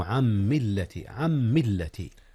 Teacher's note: إدغام نون عن في ميم ملة. نعم، إدغام بغنة.